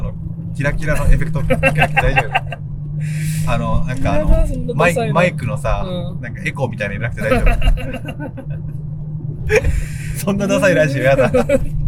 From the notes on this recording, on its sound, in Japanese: 動画撮影の現場に行って興奮した帰り道に撮ったポッドキャストです。